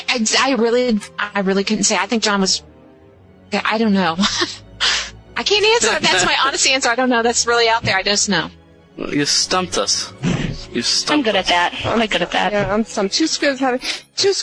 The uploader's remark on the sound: Live Call-In